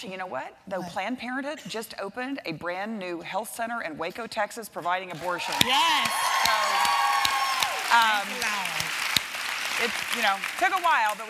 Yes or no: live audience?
yes